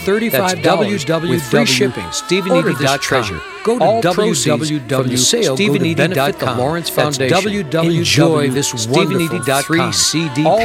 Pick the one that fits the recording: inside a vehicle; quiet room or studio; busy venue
busy venue